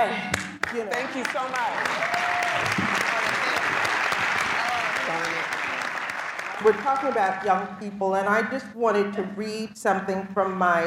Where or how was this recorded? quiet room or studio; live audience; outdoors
live audience